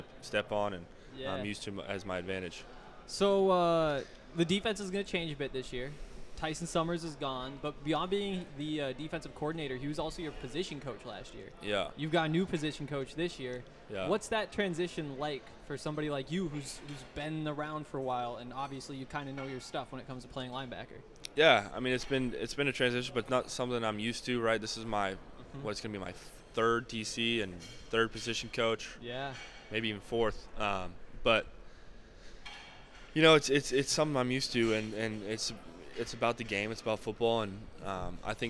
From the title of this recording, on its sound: LIVE from Pac-12 Media Day